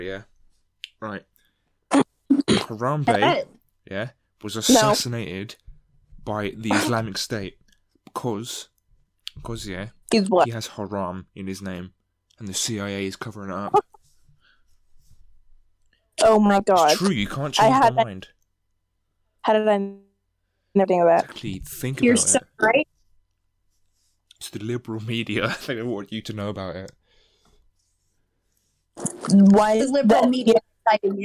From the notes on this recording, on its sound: This is an audio hate crime. We're sorry to the headphone users listening to this.